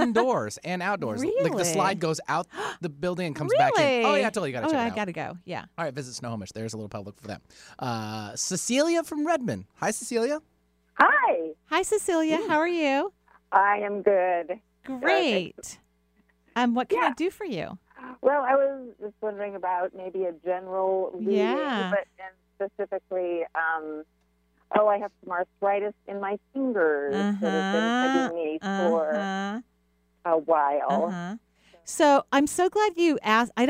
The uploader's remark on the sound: Enjoy this call in show.